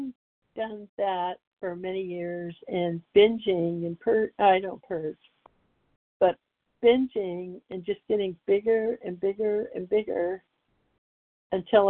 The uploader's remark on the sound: from the 100 Pounders Phone Meeting, 5/29/23